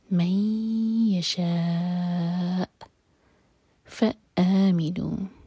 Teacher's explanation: آگے شاہ چار حرکہ لمبا کھینچیں گے اور حمزہ کو ہم ساکن کریں گے تو کٹ آف ساؤنڈ آئے گا